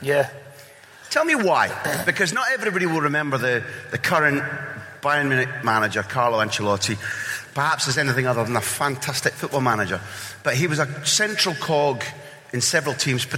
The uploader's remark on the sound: Recorded in front of a live audience at Greenock Town Hall.